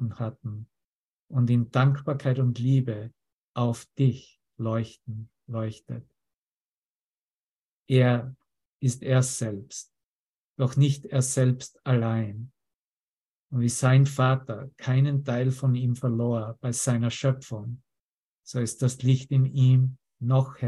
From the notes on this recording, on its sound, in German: Zoom-Session. Veranstaltet von der Aleph Akademie.